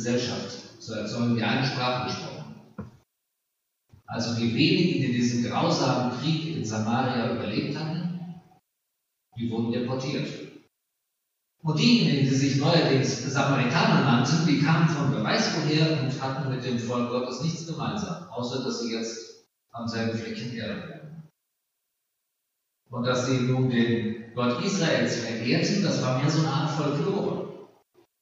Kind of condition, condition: setting, large echoing room